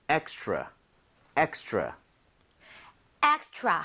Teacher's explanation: 이거는 extra가 더 이상 아니죠. 여러분들이 R 발음을 혀를 제대로 당겨서 하고 있다면, extra처럼 치읓 비슷하게 소리가 날 겁니다.